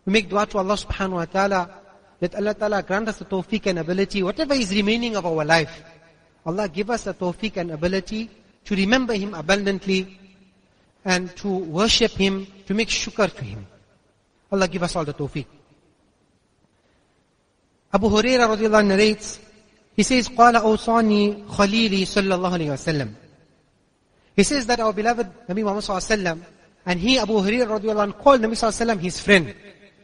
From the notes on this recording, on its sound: Jumuah lecture at Masjidus Siddique